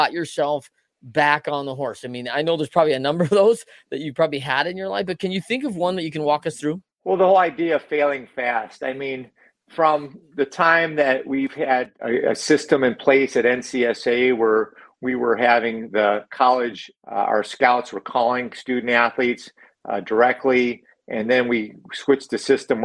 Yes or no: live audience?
no